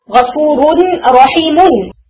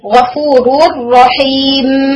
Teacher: جو تنوین کا نون ہے وہ صرف اور صرف ملا کر پڑھنے میں قائم رہتا ہے، وصل میں ملا کر پڑھنے میں قائم رہتا ہے، اسٹاپ کرنے میں وہ ہمیشہ ڈیلیٹ ہو جاتا ہے